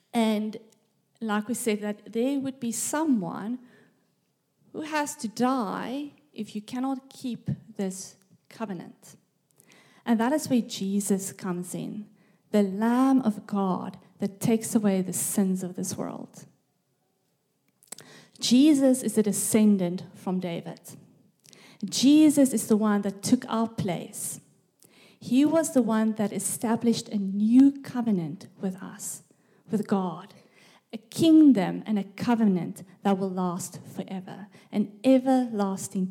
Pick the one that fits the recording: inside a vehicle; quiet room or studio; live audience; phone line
live audience